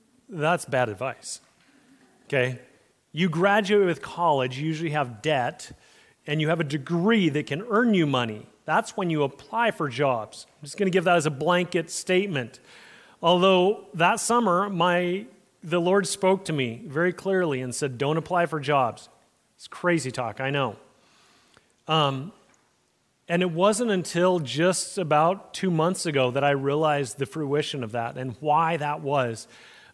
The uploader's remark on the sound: Message recorded at Liferoads Church in Spokane, Washington, on August 20, 2023.